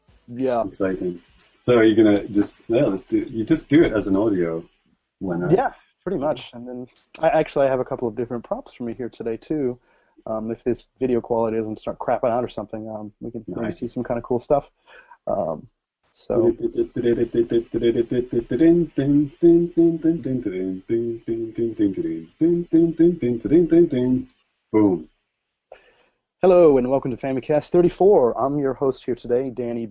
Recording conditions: video call